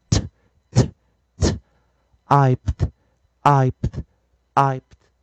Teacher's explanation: 最后这个 P 是一个清辅音，因此 E D 要轻化，一定念 T